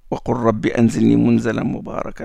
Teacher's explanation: Le lam entre dans le ra.